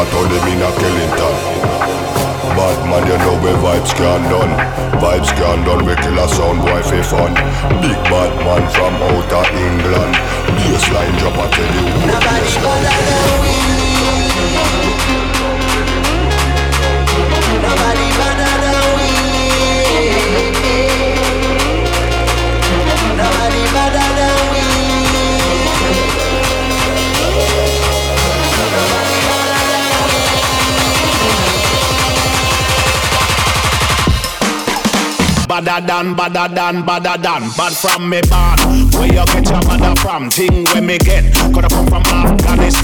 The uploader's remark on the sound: Recorded Live at Cyberdog